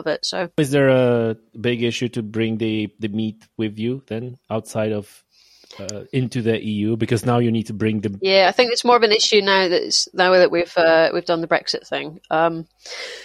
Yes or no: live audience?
no